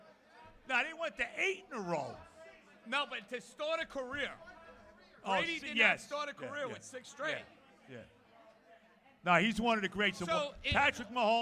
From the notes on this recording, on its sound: Live From Hackensack Brewing